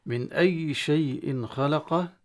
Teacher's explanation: نون ساكنة أظهرت عند الهمزة، ودائما إظهار التنوين أو نون ساكنة يكون بدون غنة، ولهذا تظهر، لأن إذا فتحت الخيشوم، إذا فتحت الخيشوم في النون الساكنة تخفي الحرف الأصلي وهو النون، ولهذا هنا الغنة ما في وبالتالي مظهرة.